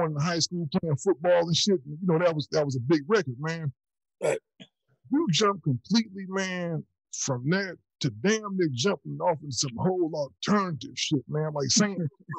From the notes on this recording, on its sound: The audio on this EP isn't perfect, but you can hear what's going on. Everything we do isn't in the studio, we are basically just recording conversations with the homies.